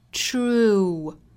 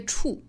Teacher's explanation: 一个是 tr 的组合 tr 再加后面的 u 的发音，去从前面的辅音过渡到后面的聚拢的 u 的口型 · Shown in: first take · true 而不是直接 true 这样的发音哈，是不对的。 A true leader availshimself，这里面的 avails 后面这个 is 啊，应该读浊音的 z 的发音，清清浊浊的规律，因为 avail 本身单词尾部是一个舌侧音，舌侧音呢属于是浊辅音，所以后面加的 s 还是读浊音的。